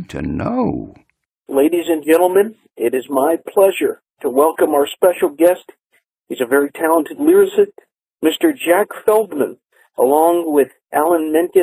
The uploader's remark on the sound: He had a contraption to record phone calls for later radio broadcast. The results varied, but now you know.